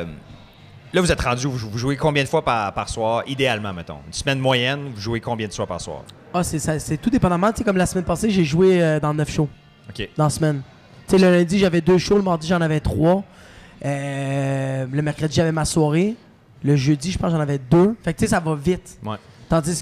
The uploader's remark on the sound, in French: Artistes de la région sont invités à des discussions en direct du Minotaure.